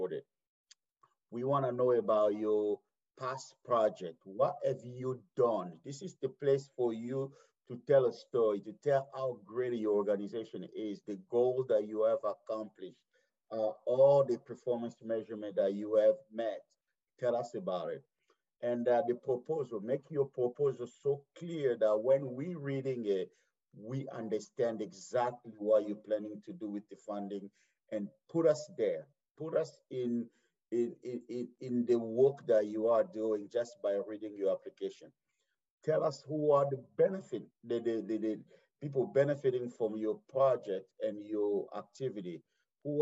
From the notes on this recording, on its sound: A Zoom presentation by the Iowa City Human Rights Commission.